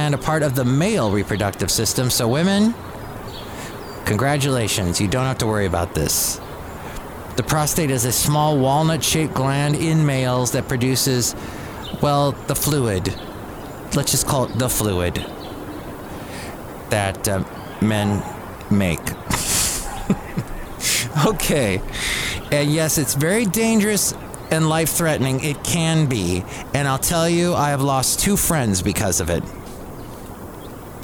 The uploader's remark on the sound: podcasts live from Cafe Anyway